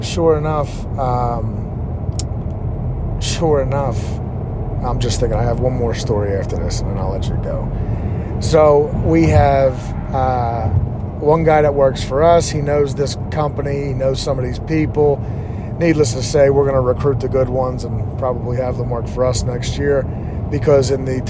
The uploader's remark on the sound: On my way home from work. I was 17 minutes away when I began recording.